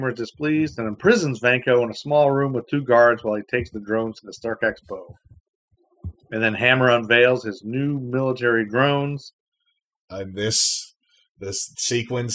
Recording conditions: poor sound quality